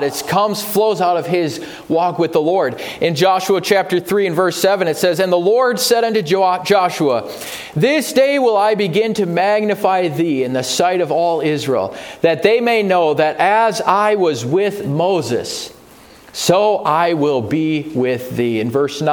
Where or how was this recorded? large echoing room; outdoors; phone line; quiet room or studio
large echoing room